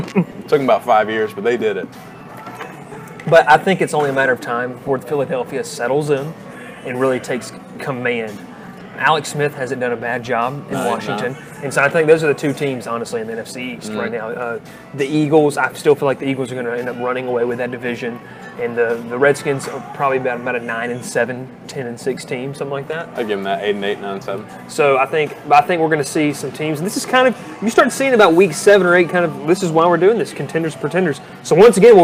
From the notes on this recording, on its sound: Live from Moe's BBQ in Rome, GA